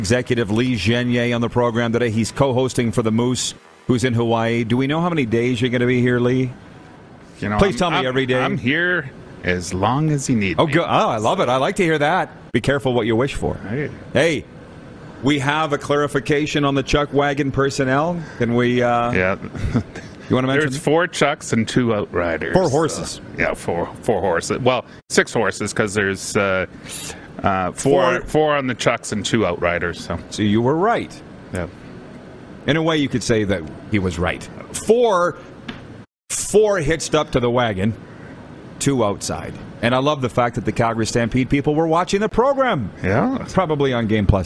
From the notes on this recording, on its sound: LIVE from the Grey Eagle Resort & Casino in Calgary!